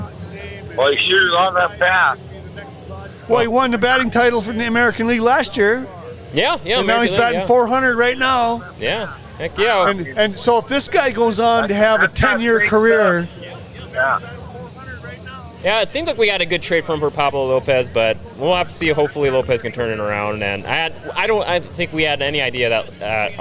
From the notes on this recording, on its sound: Forks Sports Highway is live from the Greater Grand Forks Fairgrounds!